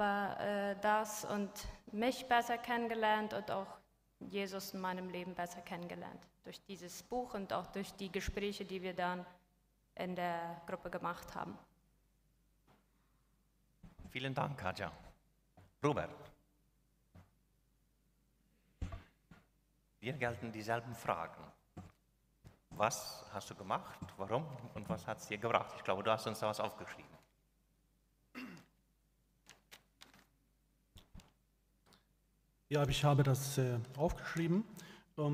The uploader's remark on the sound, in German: Sylvestergottesdienst in Neuland. Ein Gottesdienst der Gemeinsamen Gemeindearbeit Neuland, durchgeführt und aufgenommen in der Kirche der Mennoniten Gemeinde Neuland.